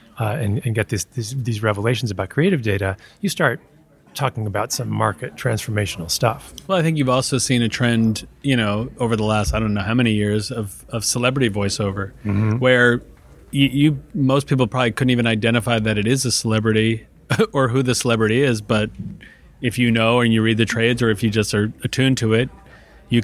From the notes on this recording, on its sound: Live from Advertising Week.